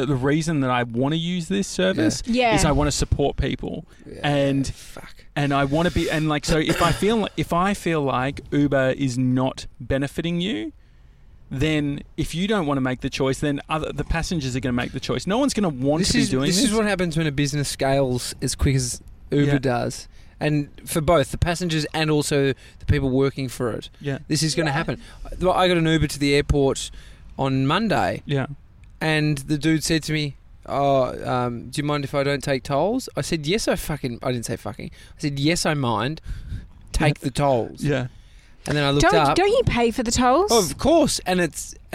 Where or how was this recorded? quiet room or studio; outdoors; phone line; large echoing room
outdoors